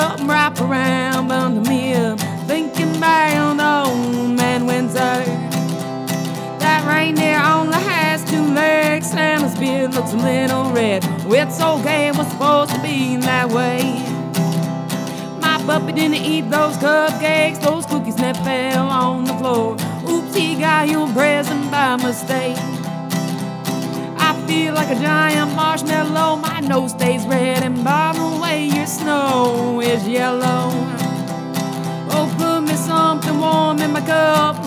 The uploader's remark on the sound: The interviews were recorded at the the annual meeting of the Bundesverband Freier Radios (BFR) in Potsdam in November 2014. The interviews were recorded at the the annual meeting of the Bundesverband Freier Radios (BFR) in Potsdam in November 2014.